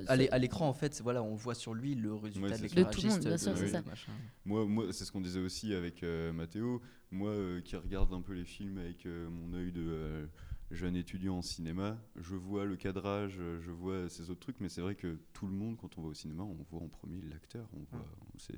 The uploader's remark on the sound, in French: l'équipe du NVTL Podcast, invitée aux Etats Généraux de l' AAFA - Actrices et Acteurs de France Associés, a enregistré des discussions avec différents participants.